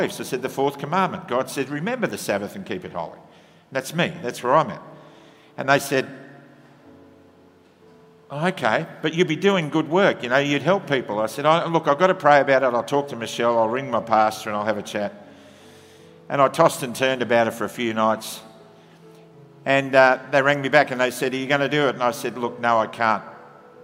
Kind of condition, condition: setting, large echoing room